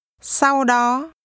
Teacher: The tones are mid-level and high-rising.